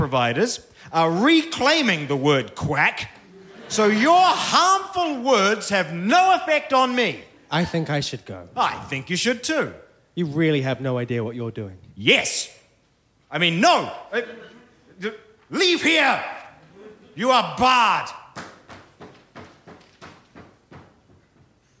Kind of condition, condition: setting, live audience